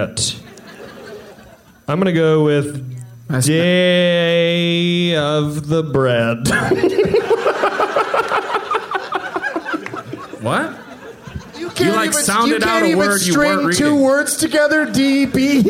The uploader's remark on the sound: Live from the Plaza Hotel in Las Vegas